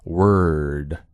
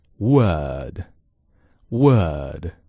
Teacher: R 出现在元音后面往往代表着卷舌，这是美式英语非常有特色的发音 · Shown in: first take